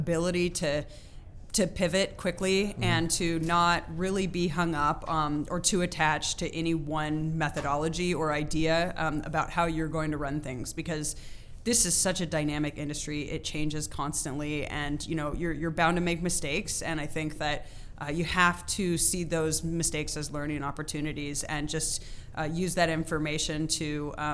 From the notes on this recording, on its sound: Recently the Rootd podcast team was on location at MJBiz 2019 in Las Vegas, Nevada.